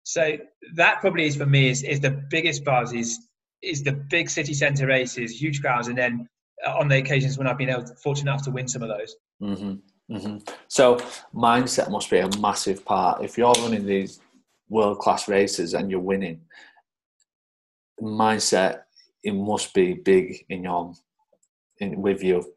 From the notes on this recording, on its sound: This episode was recorded via Zoom